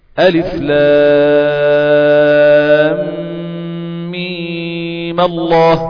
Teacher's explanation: حصل هنا التقاء ساكنين. أنا بتخلص من التقاء الساكنين بتحريك الساكن الأول · Term: بالفتح